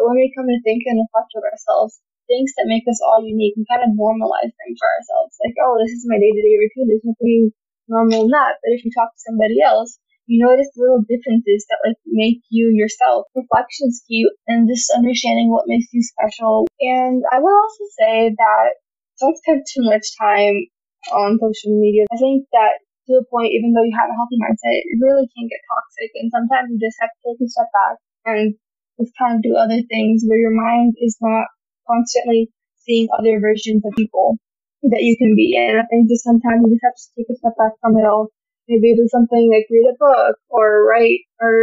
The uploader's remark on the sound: Please forgive the subpar audio quality in this episode!